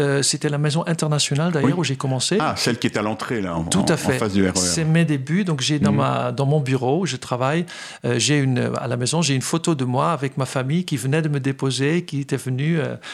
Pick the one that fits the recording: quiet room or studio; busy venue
quiet room or studio